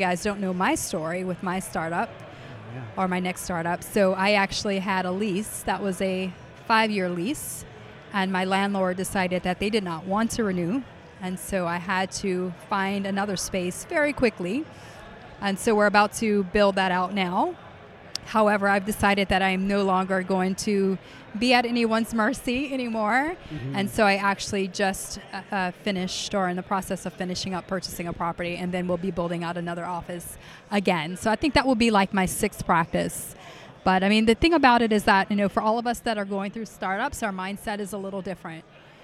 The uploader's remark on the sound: we recorded this episode LIVE from Voices of Dentistry